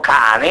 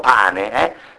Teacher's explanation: Per cui io posso capire quando parlo italiano se dico cane non dico pane, perché c'è una opposizione, c'è una differenza distintiva tra c e p, tra una gutturale e una labiale esplosiva